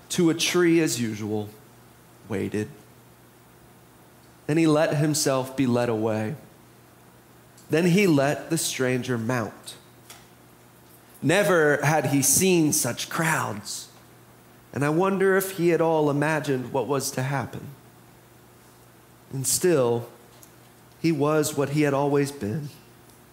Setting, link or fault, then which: setting, large echoing room